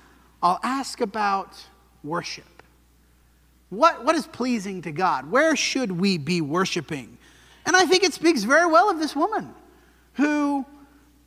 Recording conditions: large echoing room